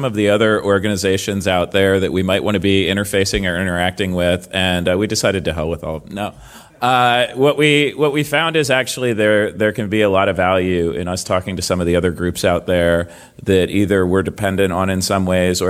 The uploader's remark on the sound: We're at the recent "Scaling Bitcoin" conference for another one.